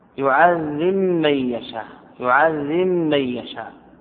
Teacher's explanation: أدغم الباء في الميم، يعذب من يشاء، يعذب من يشاء، هذا يسمى إدغام كبير.